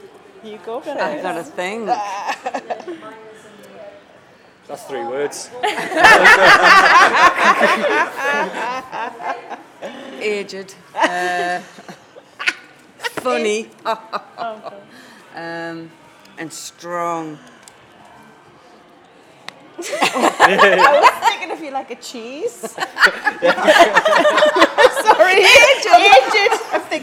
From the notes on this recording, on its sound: We were invited by Woodhorn Museum near Ashington, Northumberland to deliver a session as part of the Northumberland Miner's Picnic. We recorded over 20 people on the day who attended the picnic and live in the area; young and old from 6 to 65.